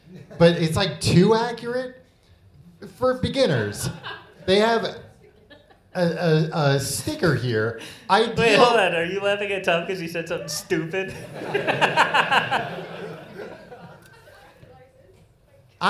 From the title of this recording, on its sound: Live in London